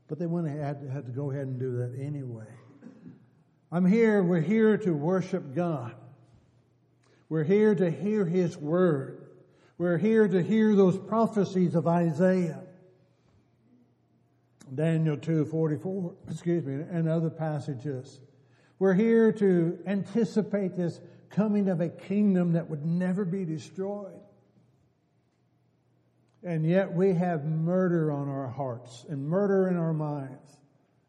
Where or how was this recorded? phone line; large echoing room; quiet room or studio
large echoing room